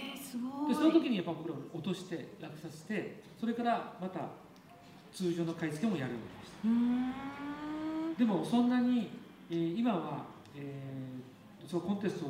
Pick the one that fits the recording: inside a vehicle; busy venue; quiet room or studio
busy venue